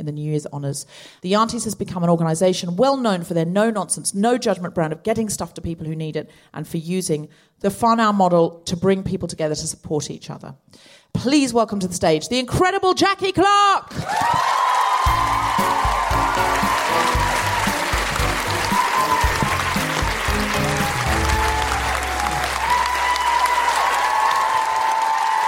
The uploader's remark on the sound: Recorded 21 February 2020 at the Q Theatre in Auckland.